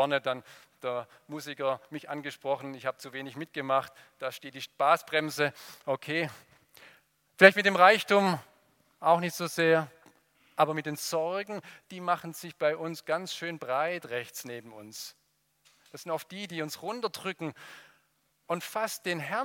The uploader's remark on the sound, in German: aus dem Gottesdienst der Liebenzeller Mission